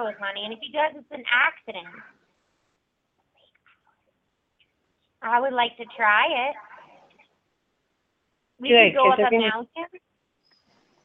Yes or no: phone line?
yes